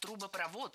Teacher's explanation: Ударение в этом слове ставим на последний слог и ориентируемся на исходный глагол.